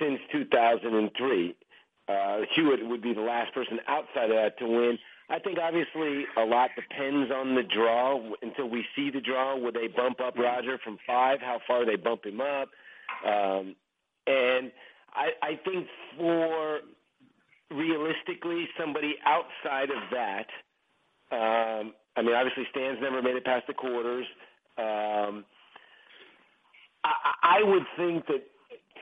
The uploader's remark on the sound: Wimbledon Conference Call